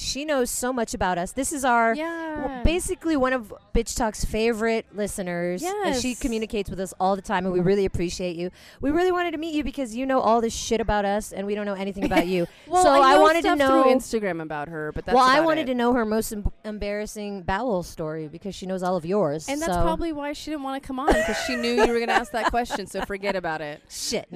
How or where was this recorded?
busy venue